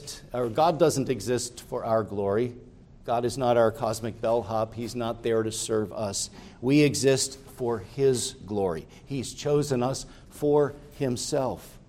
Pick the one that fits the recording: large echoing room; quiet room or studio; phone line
large echoing room